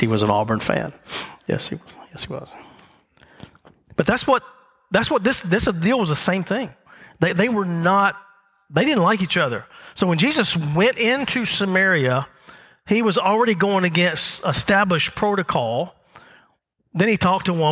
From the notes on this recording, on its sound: The message recorded live at Covenant.